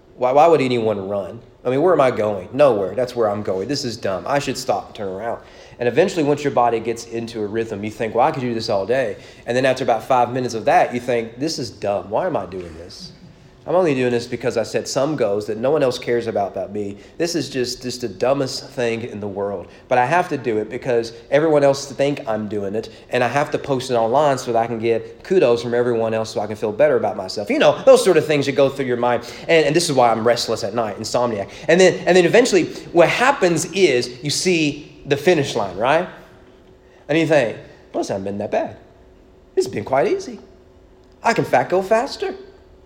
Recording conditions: large echoing room